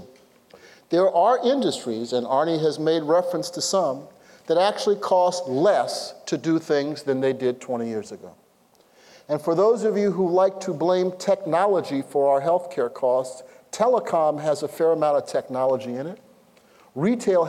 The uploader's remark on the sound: Highlists from Stanford's Center for Health Policy and Center for Primary Care and Outcomes Research conference